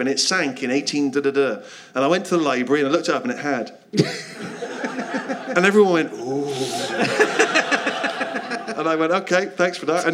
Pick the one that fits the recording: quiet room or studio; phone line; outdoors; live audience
live audience